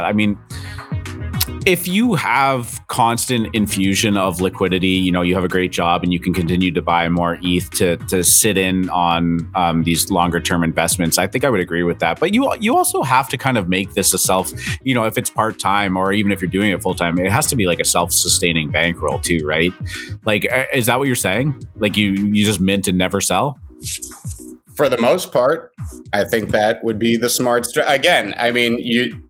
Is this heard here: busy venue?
no